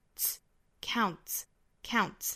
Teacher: count 后面加 s 应该读成一个轻辅音的 s,再跟前面 t 凑在一起就是 ts, counts.好，这句话美音再来一遍。